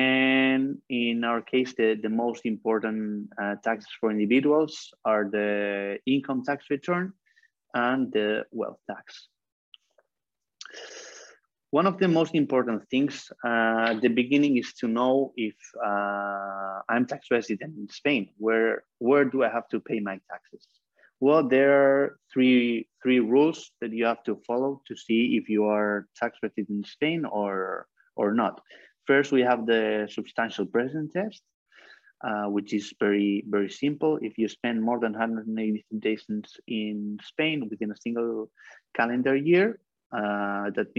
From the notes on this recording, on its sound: For those joining us on Zoom